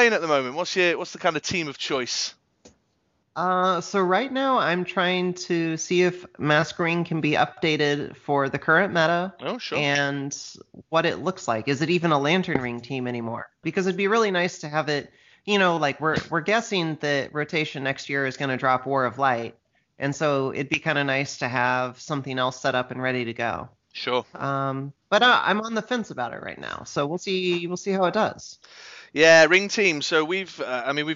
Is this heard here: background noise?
no